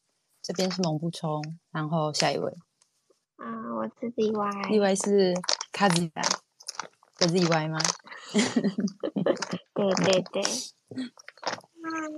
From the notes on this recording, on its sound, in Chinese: 由於初期在音訊空間直播時設備比較簡陋，錄音品質不是很好，建議不要使用耳機收聽喔！